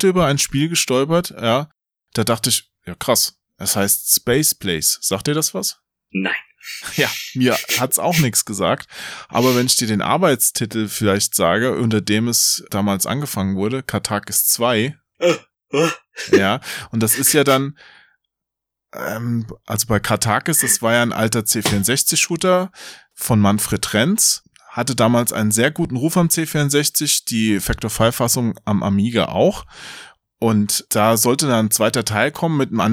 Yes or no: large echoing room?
no